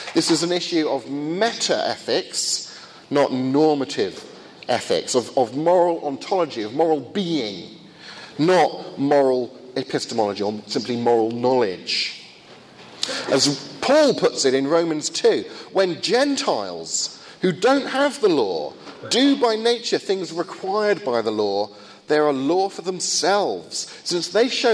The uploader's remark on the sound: First of two lectures at a conference in Finland